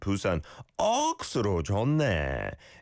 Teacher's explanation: It's a much stronger and rhythmical sound, I'd say, than Seoul, right? So rather than saying it too stiffly, you emphasize the 억, and it sounds like the exclamation, 부산 억수로 좋네.